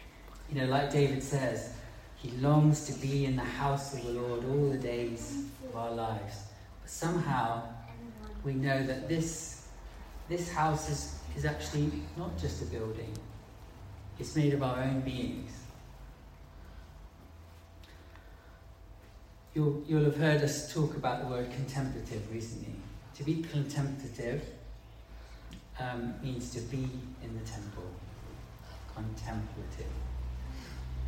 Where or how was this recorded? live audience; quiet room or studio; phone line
live audience